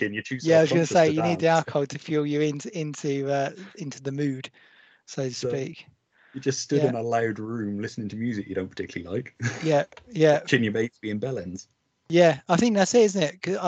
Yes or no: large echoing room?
no